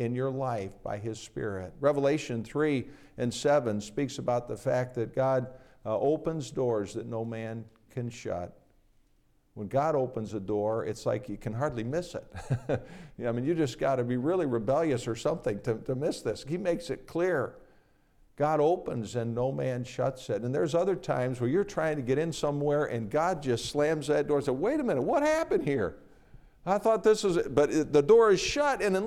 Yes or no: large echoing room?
yes